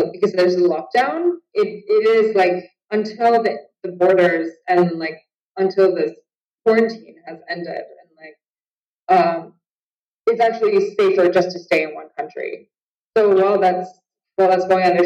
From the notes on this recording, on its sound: skype call